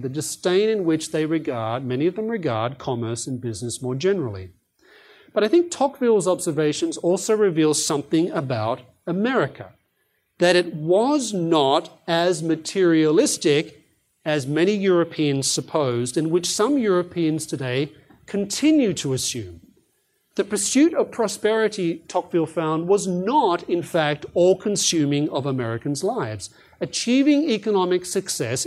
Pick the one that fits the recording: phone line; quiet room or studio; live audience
live audience